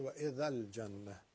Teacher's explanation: جیم رو داریم که نباید تیز بگیم، نون مشدد دو حرکت غنه